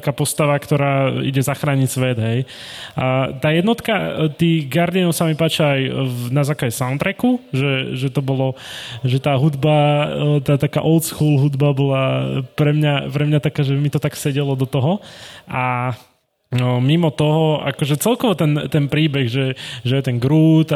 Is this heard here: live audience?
yes